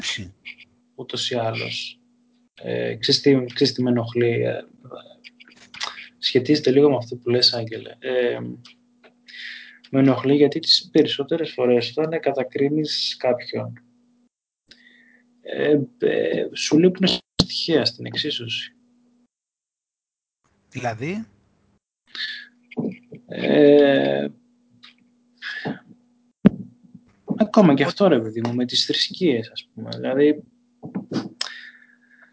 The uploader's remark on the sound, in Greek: Οι εβδομαδιαίες συνομιλίες μας στο skype κάνουν κάθε φορά και τους δυο μας σοφότερους οπότε πρώτα αποφασίσαμε να τις καταγράψουμε